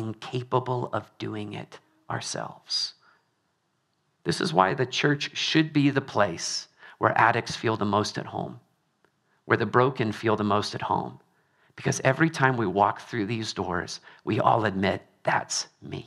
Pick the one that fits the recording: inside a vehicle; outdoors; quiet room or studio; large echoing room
large echoing room